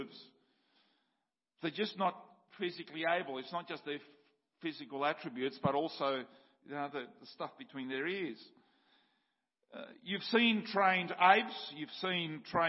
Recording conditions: large echoing room